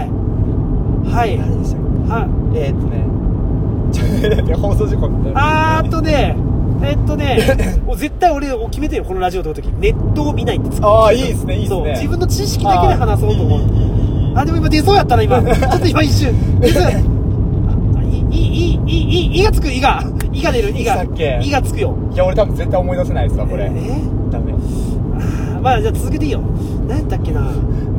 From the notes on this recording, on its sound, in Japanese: 仕事終わりの営業車の中で、いつものようにくっちゃべっています